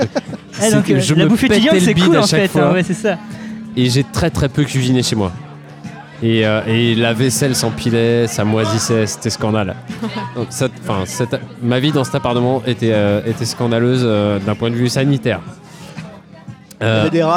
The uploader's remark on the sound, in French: Épisode enregistré au Café sans nom (Paris 20e).